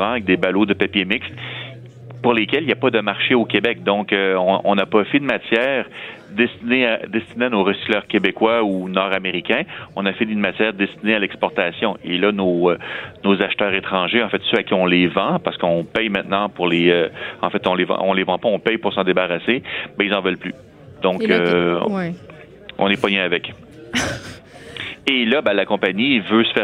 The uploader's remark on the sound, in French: En direct du Salon de l'auto de Montréal